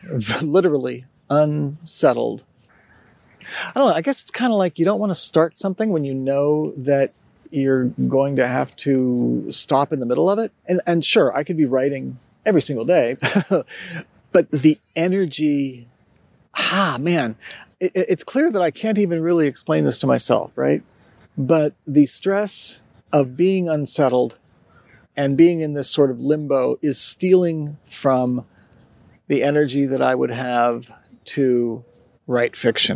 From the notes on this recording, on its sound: It’s also an episode created amongst community, of a sort: I recorded it walking through, and sitting in, a neighborhood park. I continue experimenting with different tools and methods to make recording Sonitotum frictionless while still creating audio that’s kind to your ears.